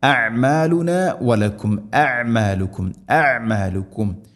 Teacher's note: ഇവിടെയൊക്കെ ഹംസയും അയിനും അടുത്തടുത്താണ് ഉള്ളത്, മഹ്റജിലും അടുത്താണ്, തൊണ്ടയുടെ താഴെ ഭാഗം ഹംസ, അയിന് തൊണ്ടയുടെ മധ്യഭാഗം